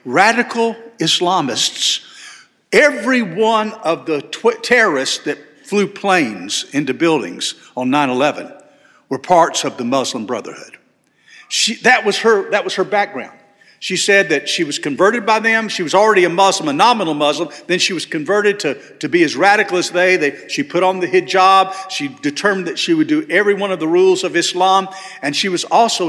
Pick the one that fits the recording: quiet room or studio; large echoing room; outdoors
large echoing room